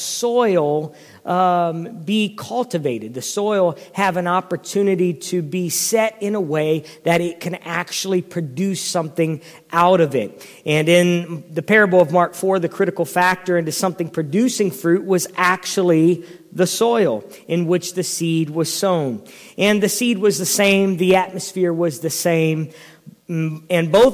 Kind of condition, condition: setting, large echoing room